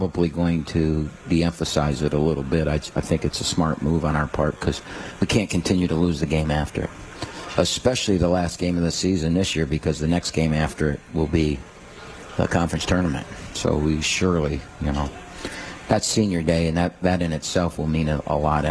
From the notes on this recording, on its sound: live from RJs Pub in Rochester Hills